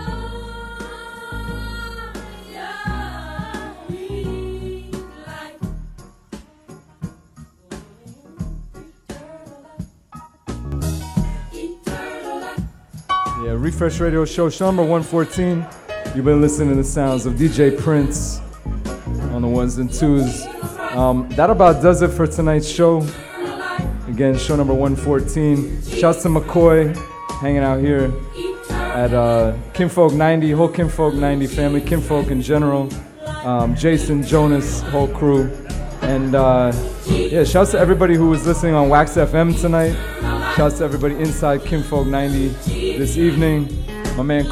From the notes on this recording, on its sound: Originally broadcast live on August 9, 2018 from the storefront of Kinfolk 90 in Williamsburg, Brooklyn, New York City. Broadcast live on WAXX.fm.